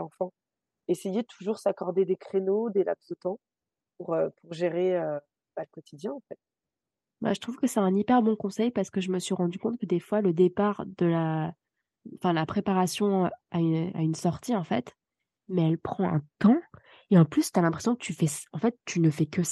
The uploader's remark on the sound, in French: Cet épisode a été enregistré en distanciel